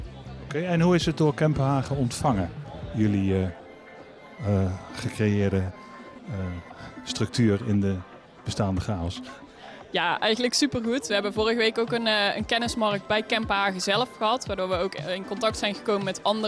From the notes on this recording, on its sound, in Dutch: Opgenomen tijdens het symposium Tech, Innovation and Design in Health op 29 juni 2023.